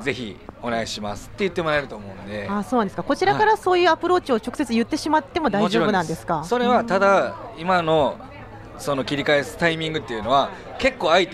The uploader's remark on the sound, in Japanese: 公開収録PARTYPARTⅡ。オーガニックワインバー喃喃 麻布十番ストアより公開収録！会場にいるリスナーの悩みに。